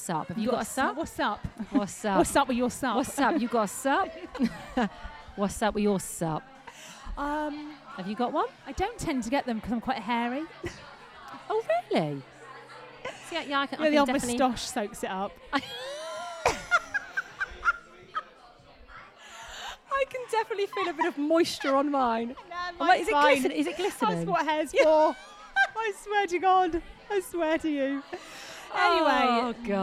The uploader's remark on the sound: We are live form The Maynard with an audience!